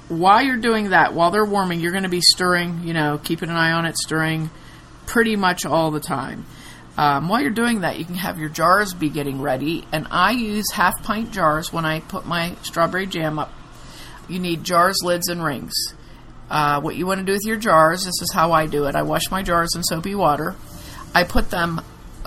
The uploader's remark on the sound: Also, we apologize for the background noise. It's the Stanley Cup finals and the tv kept getting turned up.